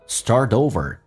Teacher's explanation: You know what happens when you startover。Star 重度卷舌，打开口腔一点点，整个舌身往回卷。Star 跟 over 可以有一个连音，叫 startover。T 浊化成 D 这个发音